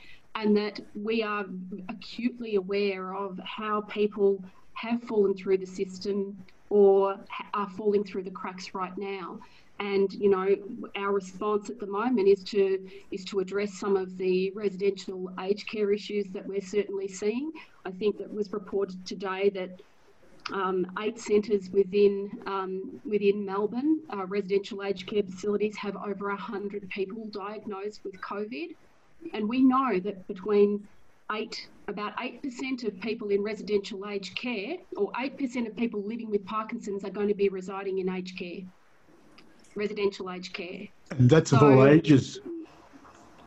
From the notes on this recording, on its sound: We are chatting again via zoom